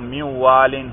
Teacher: تو نون کو واو کر کے واو میں ادغام کیا تو مِن وَالٍ ہوا.